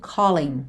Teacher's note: o final é ing, mas o g não é pronunciado